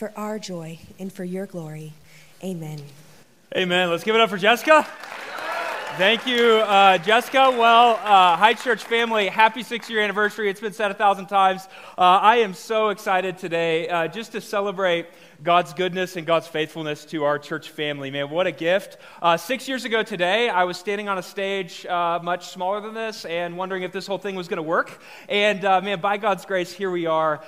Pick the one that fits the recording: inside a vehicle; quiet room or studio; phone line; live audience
live audience